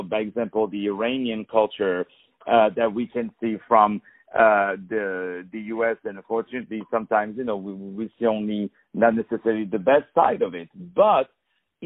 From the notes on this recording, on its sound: On the phone